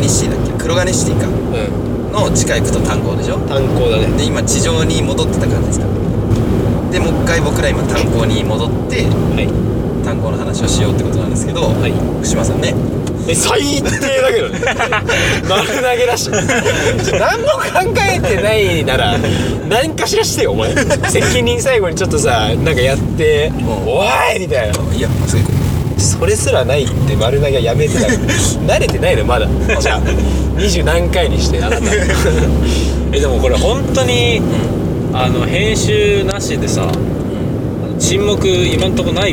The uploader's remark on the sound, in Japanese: 車内のため少し音声が悪くなっております。